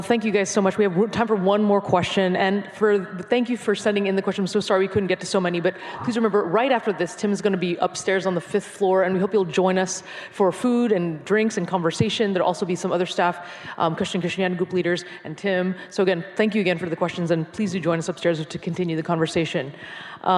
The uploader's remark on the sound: This Q&A session was recorded before a live audience. In New York City.